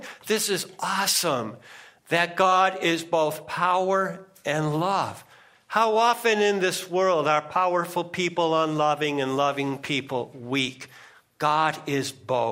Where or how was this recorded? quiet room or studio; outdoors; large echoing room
large echoing room